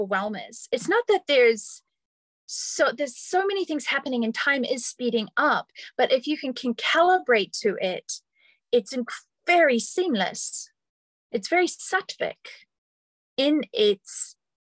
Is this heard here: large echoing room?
no